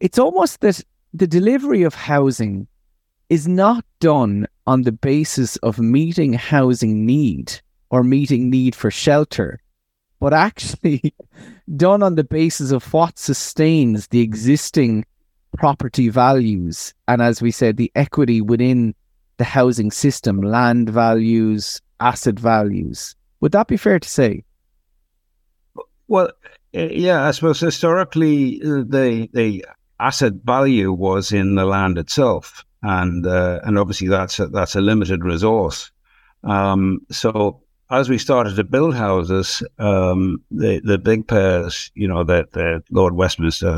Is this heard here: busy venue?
no